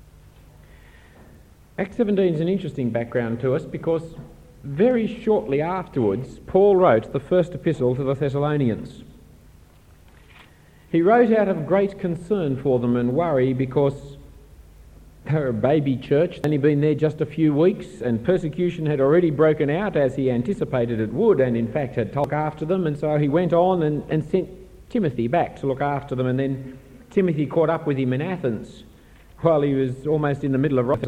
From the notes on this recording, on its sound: Given at an AFES 2015 Conference on Evangelism for university students.